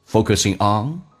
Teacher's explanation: Focusing on 美式发音那个 k 发成 g 这个发音